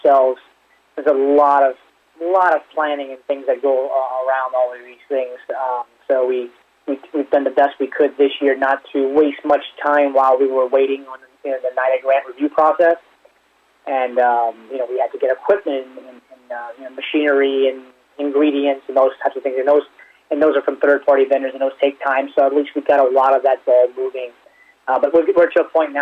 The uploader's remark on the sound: called in to SmallCapVoice